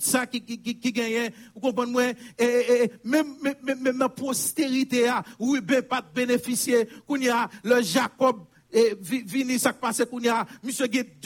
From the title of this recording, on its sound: Sunday Service Live